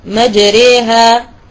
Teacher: ثاني حرف فرعي هي الألف الممالة، الألف التي في كلمة مجريها، وهذا كذلك في رواية حفص، فحفص يميل الألف التي بعد الراء